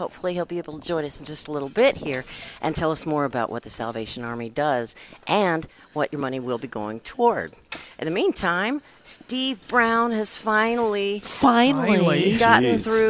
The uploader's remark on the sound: Live at Prairie Gardens